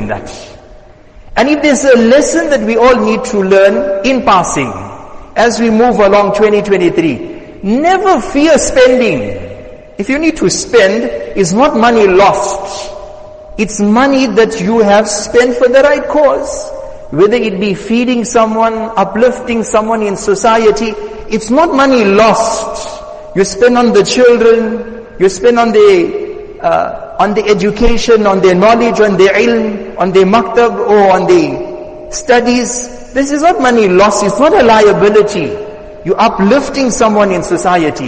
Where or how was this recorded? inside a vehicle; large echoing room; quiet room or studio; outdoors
large echoing room